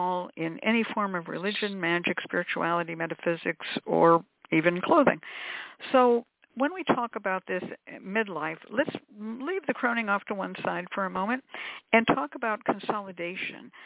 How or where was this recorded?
phone line